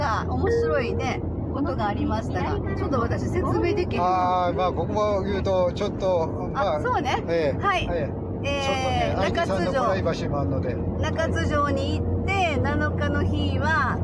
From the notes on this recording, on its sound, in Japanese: 九州ライブツアー音声記録。兵庫県養父市のラストLIVEに向けて、移動中の車の中で収録。聴きづらくてすみません。Stand.fm。